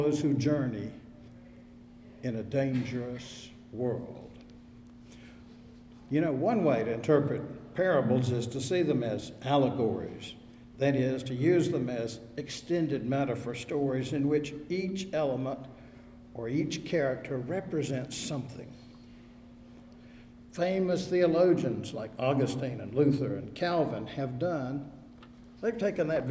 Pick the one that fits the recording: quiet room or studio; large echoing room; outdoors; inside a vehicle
large echoing room